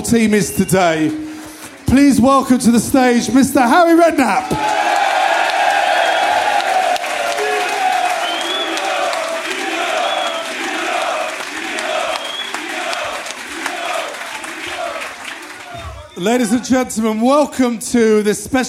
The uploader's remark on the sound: If you were there you witnessed three great shows, live at the 100Club and this is the second one!